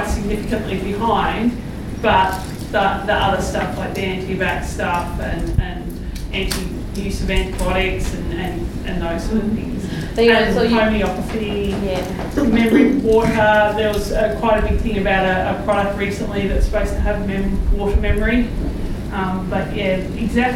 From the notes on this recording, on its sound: We are releasing a recording we made before a lovely audience in Brisbane, where we had a panel discussion.